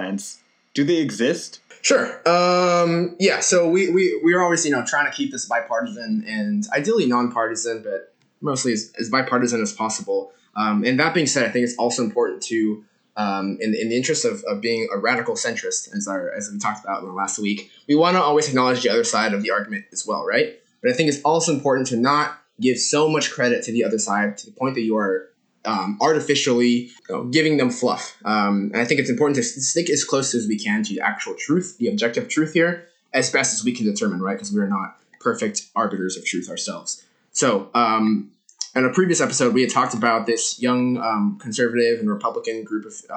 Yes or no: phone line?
no